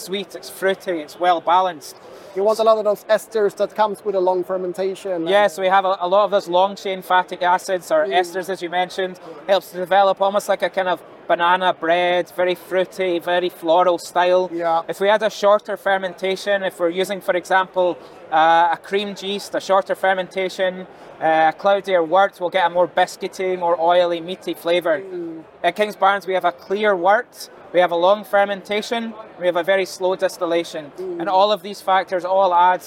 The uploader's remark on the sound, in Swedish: när han besökte Stockholm Beer and Whisky festival